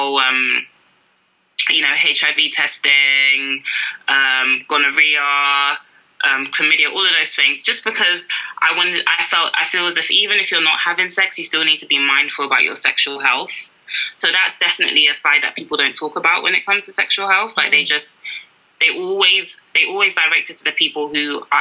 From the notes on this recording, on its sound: EXCUSE THE SOUND QUALITY ISSUES!